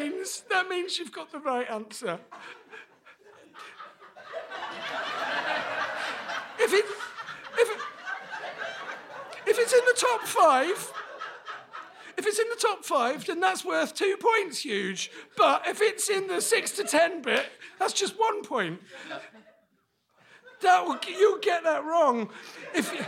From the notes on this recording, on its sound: Recorded in front of a packed room at the 2022 London Podcast Festival